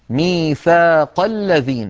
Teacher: لاحظوا بأن همزة الذين لم تنطق لأن قبلها كلام · Term: همزة الوصل